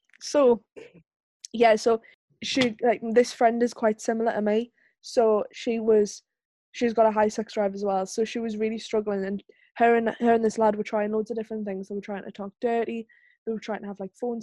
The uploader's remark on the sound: take to Zoom again